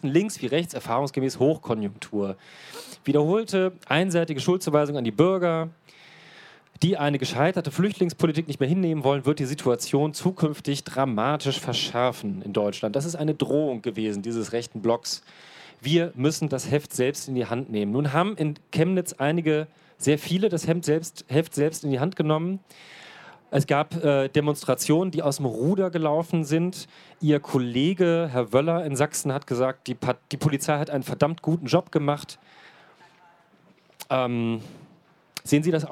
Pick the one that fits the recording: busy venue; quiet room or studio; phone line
busy venue